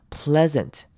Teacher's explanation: 我们会念成短母音 e 的声音